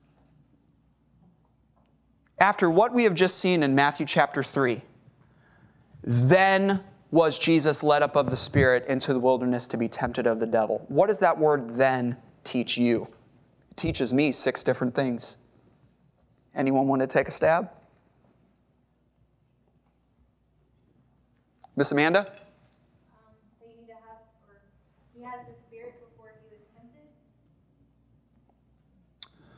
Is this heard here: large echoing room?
yes